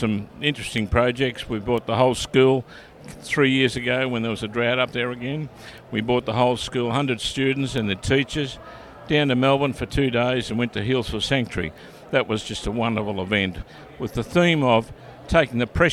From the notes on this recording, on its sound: The original interview was recorded at the Multi-District Conference in Melbourne.